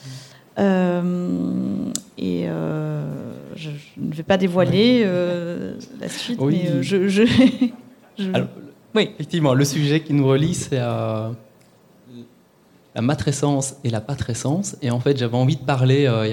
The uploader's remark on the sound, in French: Episode live lors du festival Podbxl. BXL pour y partager un épisode en live, en ligne et avec public en présentiel.